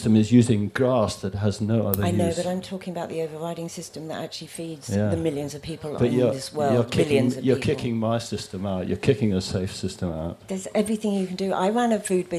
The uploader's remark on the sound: This week we’re at WOMAD with an edited version of a panel discussion. In the World of Words tent at the end of July with the four of the traders at this summer’s cornucopia of street food stalls.